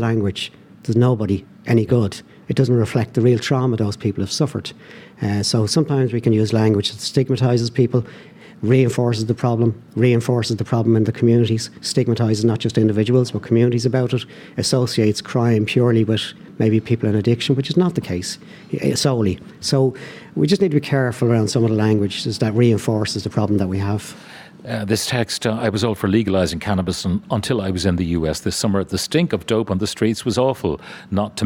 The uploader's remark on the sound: live from Aviva Stadium